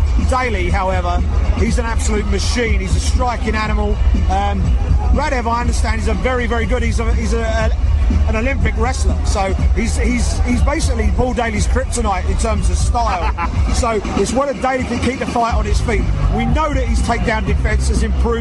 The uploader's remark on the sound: BAMMA 7. Live reaction from cageside.